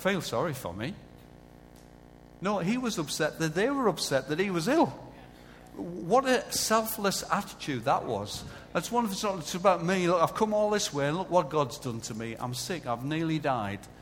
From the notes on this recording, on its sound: Recorded live at Life Church